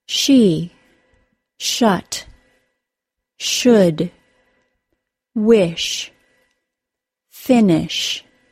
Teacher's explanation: The SH sound is an unvoiced sound. This means that the vocal cords do not vibrate during the sound. Like most unvoiced English consonant sounds, it has a voiced counterpart.